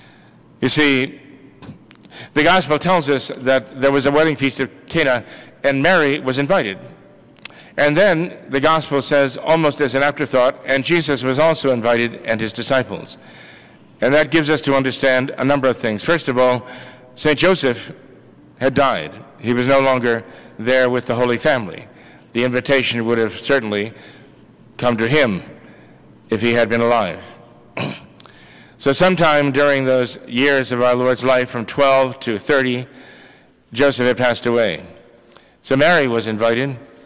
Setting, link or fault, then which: setting, large echoing room